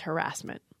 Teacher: So historically, the stress was on the first syllable, harass and harassment. In American English, the stress started moving to the second syllable.